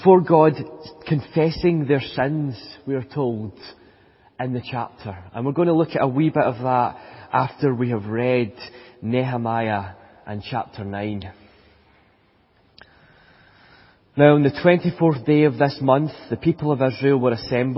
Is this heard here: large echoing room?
yes